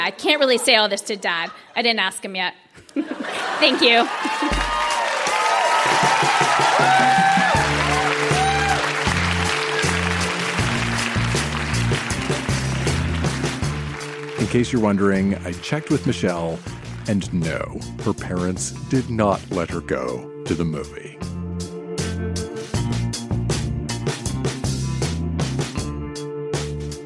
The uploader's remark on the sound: Recorded live at the Royal Cinema in Toronto.